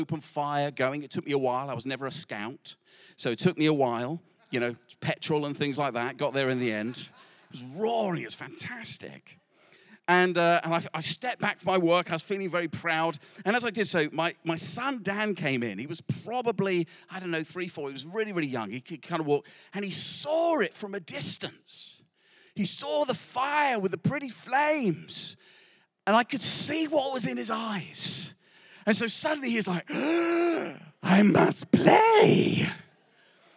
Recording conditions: large echoing room